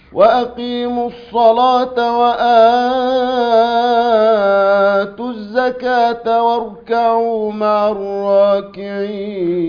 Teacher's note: أشبع المد بدل لورش